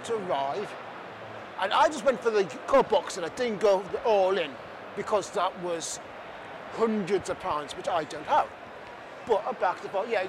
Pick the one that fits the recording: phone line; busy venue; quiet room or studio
busy venue